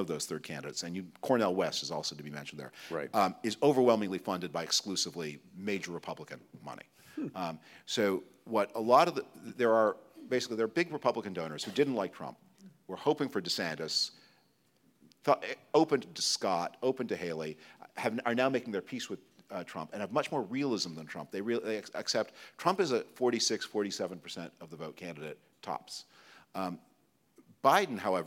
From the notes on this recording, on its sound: That took place in Toronto on November 21, 2023, at the Gardiner Museum in front of a live audience.